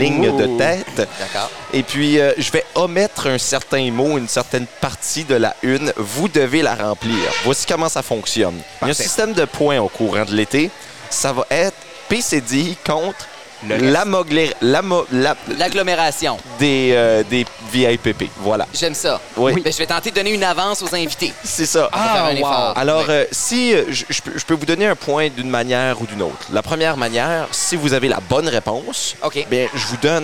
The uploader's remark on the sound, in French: enregistré au Tire Shack à Moncton